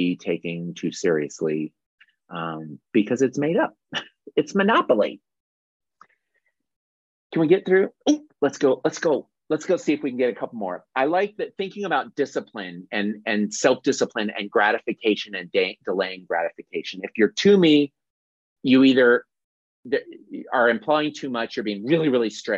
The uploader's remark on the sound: This is the audio replay of the monthly Zoomy Zoom I do with my UROCK (Patreon) Peeps